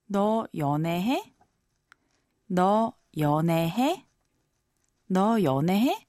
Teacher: with the raised intonation, is the casual question form of the verb 하다